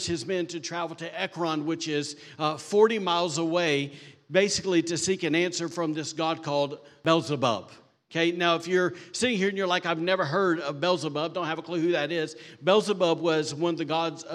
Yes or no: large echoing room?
yes